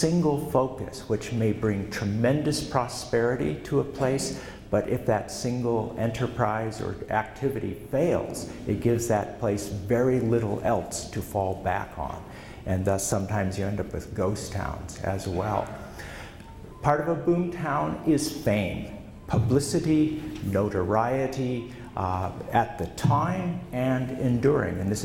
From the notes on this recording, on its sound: Presented at the 2013 Montana History Conference in Sidney.